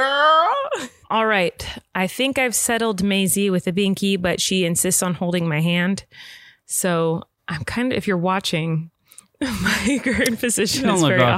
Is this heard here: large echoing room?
no